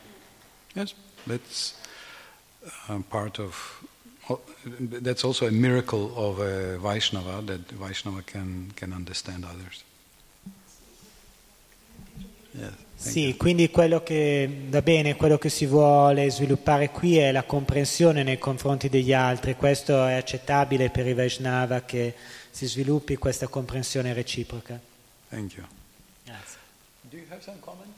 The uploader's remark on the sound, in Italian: in diretta dal Tempio di Villa Vrindavana